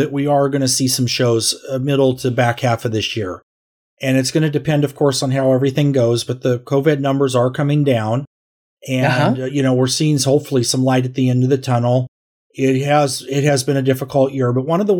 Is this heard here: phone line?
no